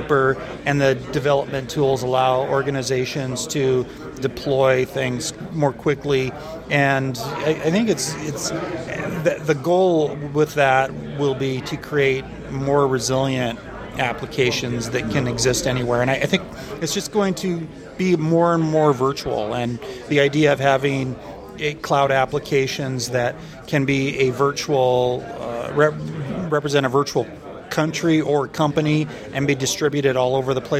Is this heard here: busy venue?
yes